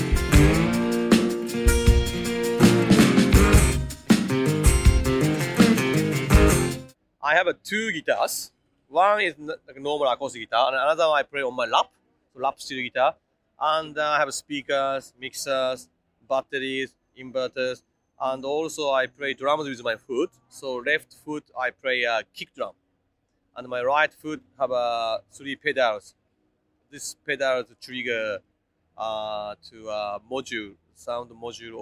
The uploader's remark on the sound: Interview recorded on September 23, 2023 (Swanston Street, Melbourne Central Business District).